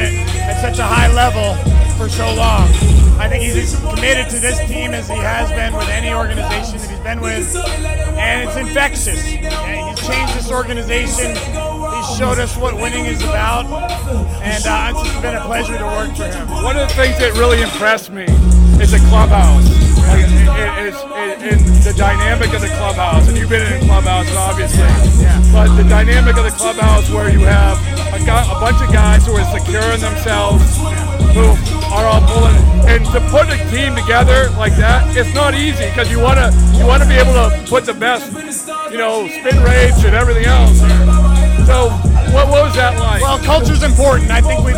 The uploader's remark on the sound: in the midst of the Phillies' celebration